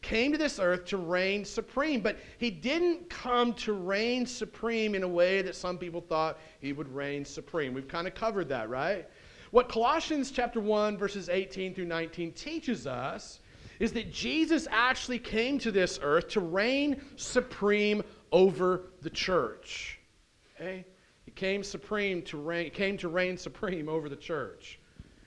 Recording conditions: large echoing room